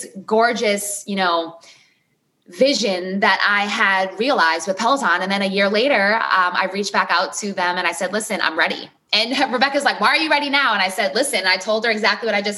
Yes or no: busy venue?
no